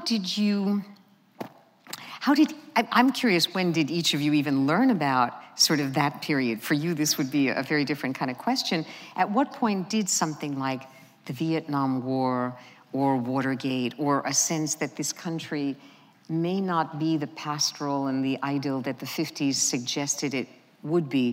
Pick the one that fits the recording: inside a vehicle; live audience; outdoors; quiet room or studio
live audience